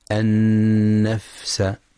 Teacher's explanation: وينتبه لهمس الفاء الساكنة